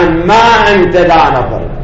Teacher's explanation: أقول الأمر ليس كذلك، أما هذه أبا قراشة أما أنت ذا نفر، أما هذه مركبة من كلمتين أن المصدرية وما، ثم أدغمت النون في الميم فصارت أما، فهي ليست أما التي نتحدث عنها.